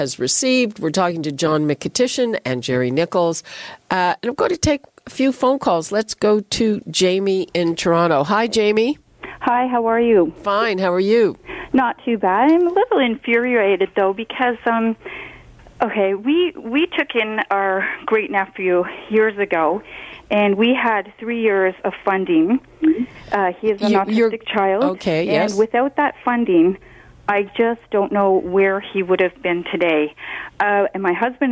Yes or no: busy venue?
no